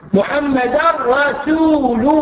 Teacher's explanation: التنوين جاي بعد راء، إدغام كامل